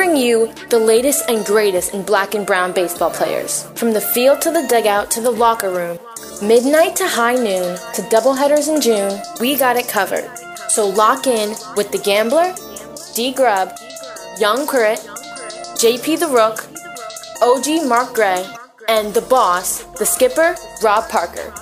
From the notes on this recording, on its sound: Live at the Ballpark